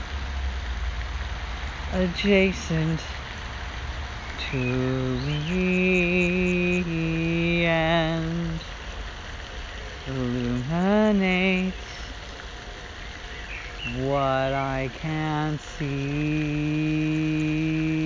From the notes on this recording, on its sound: Completely improvised a cappella. Recorded on an iPhone 6S, by a fountain, in a botanical garden.